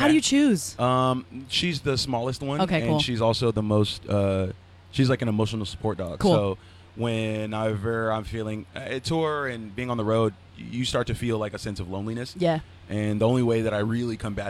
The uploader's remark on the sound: The Mix is live backstage at Lollapalooza 2023!